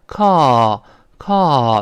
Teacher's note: 音呢，读成 call，call，doubleo，发长音。但美音中这个 o 的声音呢，我说过，发成叹气音